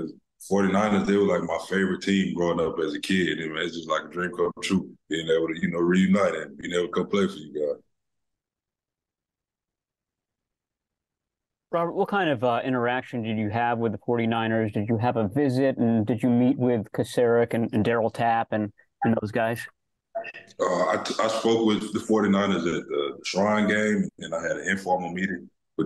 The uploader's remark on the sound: called in for an introductory press conference